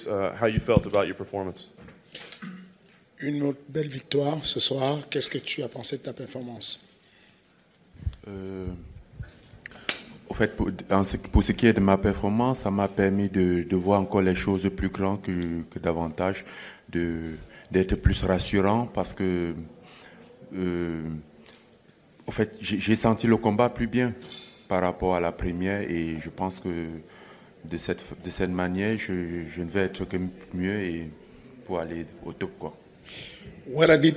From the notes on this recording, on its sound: Day 5 at UFC Zagreb. Reports from Octagonside in Zagreb before the post-fight press conference and an airport chat.